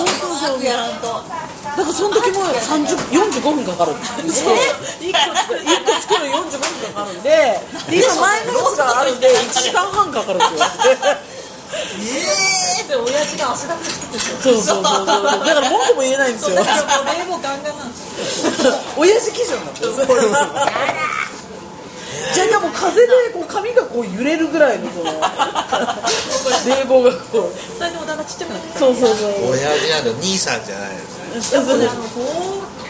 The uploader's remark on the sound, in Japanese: 四十路と三十路の二時間ほどの呑み会を、大胆にほぼほぼカットせず、まったりとだらだらと、リアルな雑音混じりの『今日くも』オフ会トーク。生々しいお開き感もお送りする２０分なので。